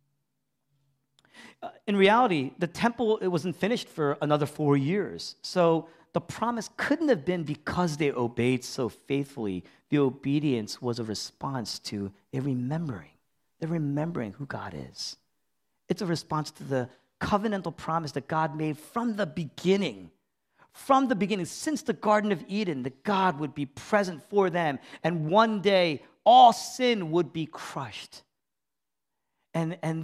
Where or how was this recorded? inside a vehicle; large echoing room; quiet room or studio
large echoing room